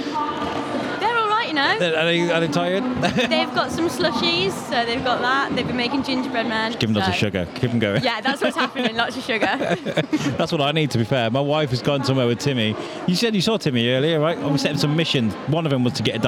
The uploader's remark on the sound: Here is the second part of our coverage of Shropshire Kids Festival 2022 at The International Centre in Telford.